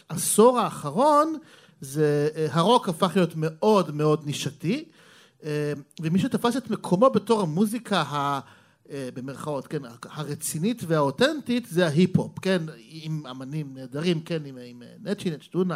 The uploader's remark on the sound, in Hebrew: לראשונה על במה ומול קהל חי, "פופ אפ" במהדורת לייב במסגרת פסטיבל "מילה" בבית רומנו בתל אביב.